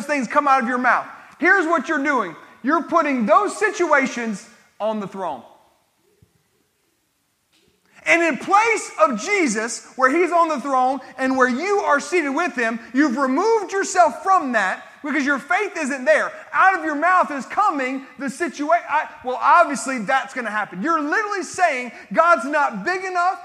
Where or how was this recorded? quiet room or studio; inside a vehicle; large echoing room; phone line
large echoing room